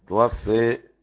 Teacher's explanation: توفى حمزة وكساء وخلف، توفى بالإمالة